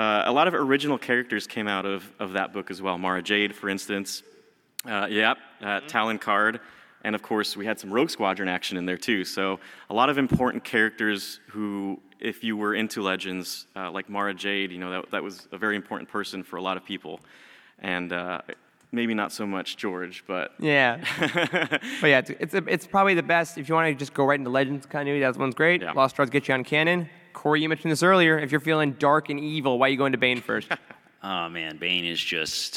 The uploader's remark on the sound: Youtini had the incredible privilege to host a panel at Star Wars Celebration in May 2022. The sound guys were kind enough to help us save the audio which we are now able to share with you. Enjoy this recording of our panel on the Fan Stage at Star Wars Celebration!